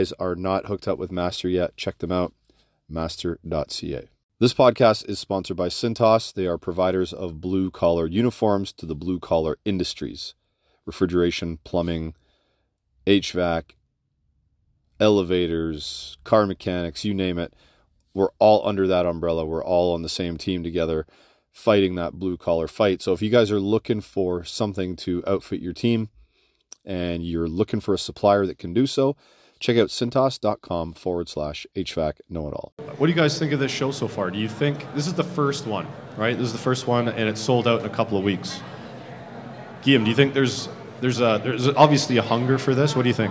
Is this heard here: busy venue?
yes